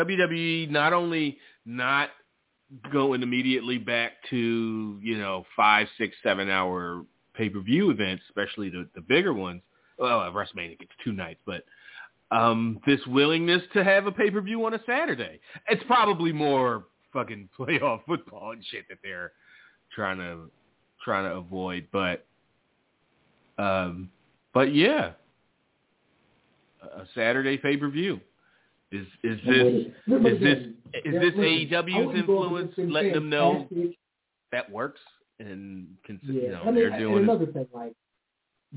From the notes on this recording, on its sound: Live calls and more. Weekly caller, email and tweet driven show. Leave a voicemail to be played on-air.